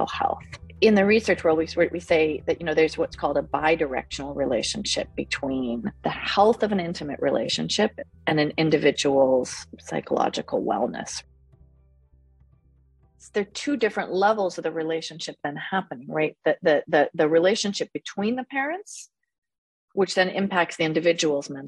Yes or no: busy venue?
no